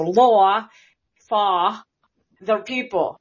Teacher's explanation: he also has a really rounded aw vowel in law that's very classically Bostonian